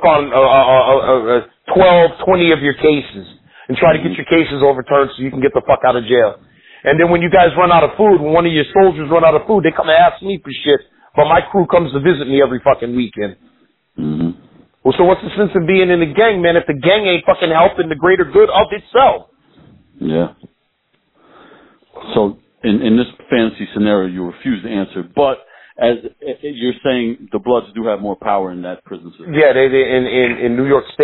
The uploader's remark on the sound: On the phone